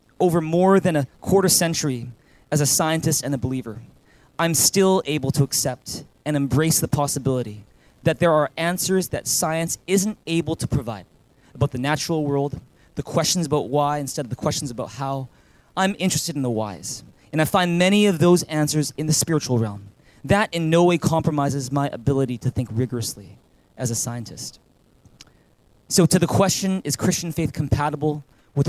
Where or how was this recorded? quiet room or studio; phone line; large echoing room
large echoing room